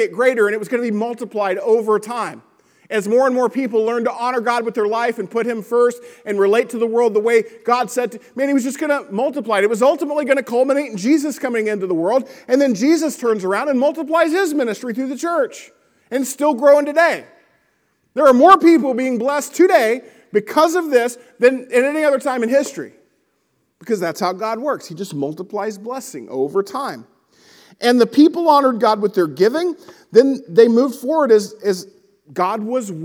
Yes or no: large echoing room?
yes